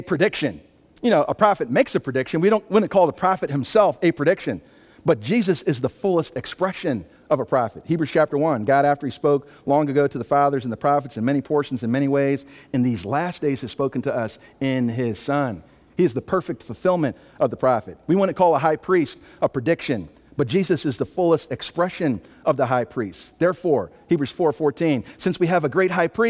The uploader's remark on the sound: Sunday Morning Worship Service.